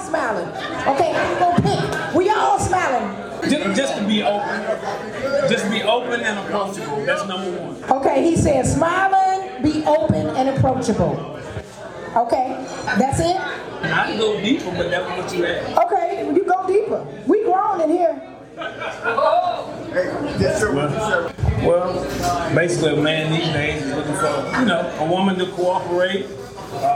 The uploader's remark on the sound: This is the first live event day party Meet- Mix- Mingle and Match. It was full of interviews, dancing, and fun.